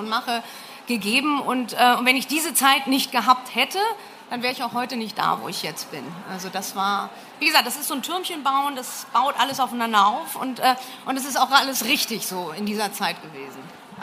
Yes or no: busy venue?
yes